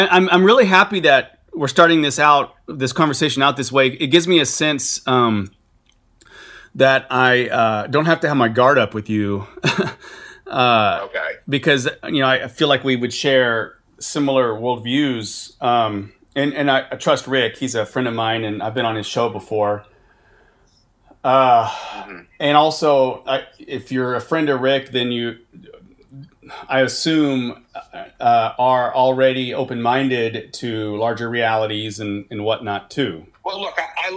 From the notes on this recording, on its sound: This is a phone conversation I had with a new friend. Note, the sound quality was not the greatest.